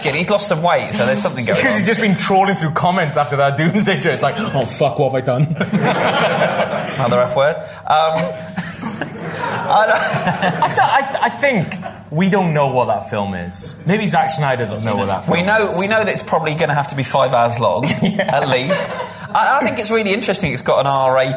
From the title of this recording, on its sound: Live at the Glasgow Film Festival